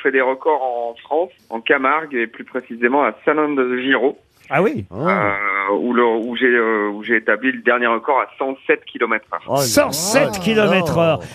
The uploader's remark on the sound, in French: LE COUP DE FIL DE L'ACTU. Les Grosses Têtes ont eu au téléphone.